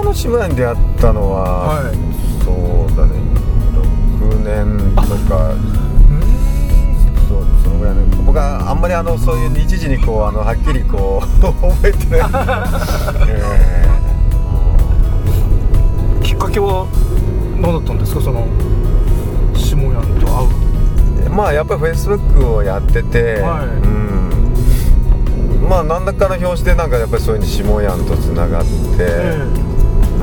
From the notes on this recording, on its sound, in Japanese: 即ドライビング対談収録しました